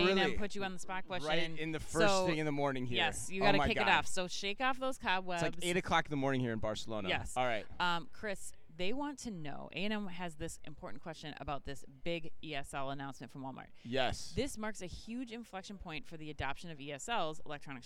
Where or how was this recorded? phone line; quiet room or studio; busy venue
busy venue